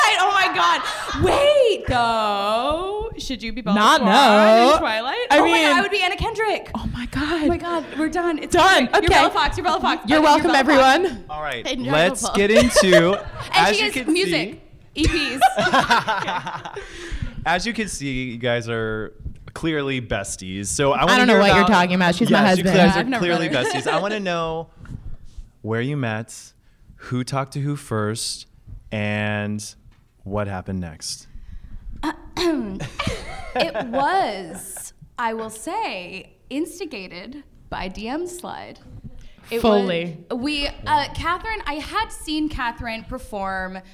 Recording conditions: live audience